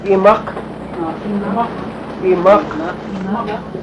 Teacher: Notice this Q is a K sound, but it's further back in the throat.